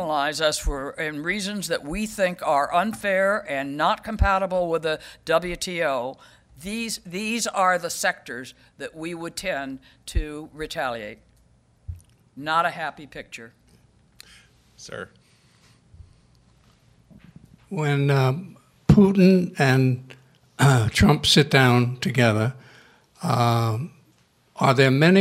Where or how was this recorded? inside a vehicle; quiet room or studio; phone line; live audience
live audience